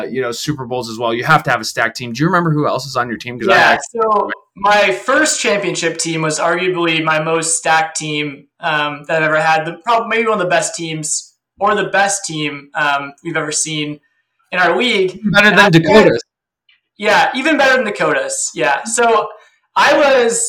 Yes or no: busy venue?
no